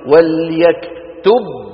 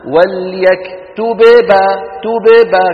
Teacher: اطبقت الشفتين على الباء الساكنة وفتحتهما على ايه؟ على الباء المتحركة · Shown in: first take · Term: ارتفاعة واحدة